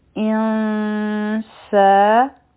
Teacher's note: او بیا دی حمزه دی، او د دې سره به مونږه نون یو ځای کو، ځکه چې په دې نون باندې پټ سکون دی، نو دا به شي ان، مخکې چونکې سین دی نو دلته به اخفا کو، نو دا به شي انسا. سین چې دی نو په دې کې به د سیټي آواز وي